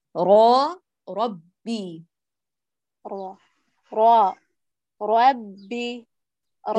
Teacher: هات الراء، لا نقول ربي راء راء كأنه لوك الحرف في الفم، لا، هاتيه مفخم كله، ثم عند بلوغك الباء ترققين